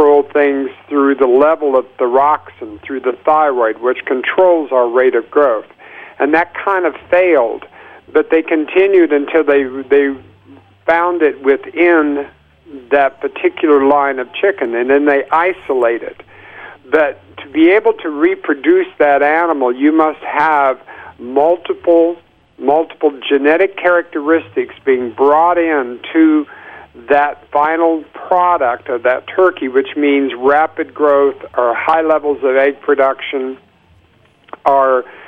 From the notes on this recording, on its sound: call in to give an update on the project